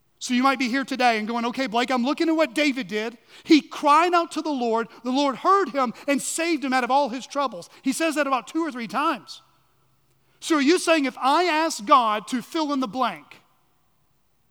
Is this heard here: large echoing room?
yes